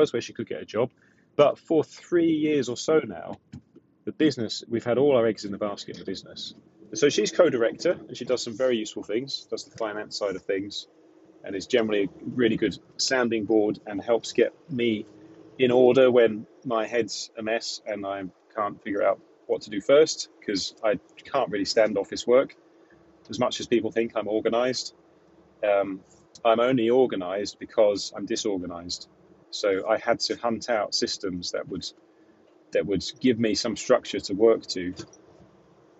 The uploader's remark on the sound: Chats from the van. I'm experimenting with these off the cuff monologues recorded in the van when I'm on my way home from installations or quotes.